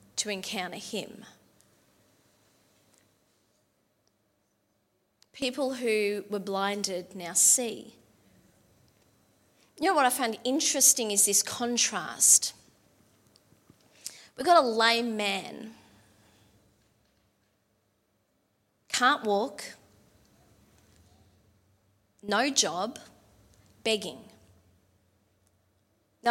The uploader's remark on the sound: LIVE at Echo Church